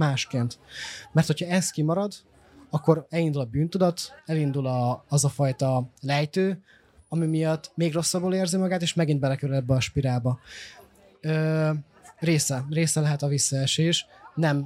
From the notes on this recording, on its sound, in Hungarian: A 2023-as Szegedi Ifjúsági Napok huszadik jubileumát ünneplő Civil Falujában rögzített beszélgetéseket. A felvétel a fesztiválon készült, így hanghibákat tartalmaz.